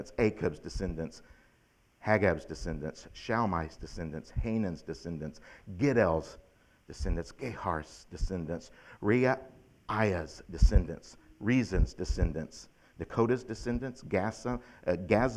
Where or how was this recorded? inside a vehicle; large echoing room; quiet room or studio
large echoing room